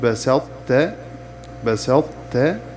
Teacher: إذا وقعت الطاء الساكنة قبل التاء المتحركة فتدغم الطاء في التاء إدغاما غير مستكمل، فيبقى معه إطباق الطاء واستعلاؤها لقوة الطاء وضعف التاء، ويسمى إدغاما ناقصا، وهو سقوط الحرف المدغم فيه ذاتا لا صفة.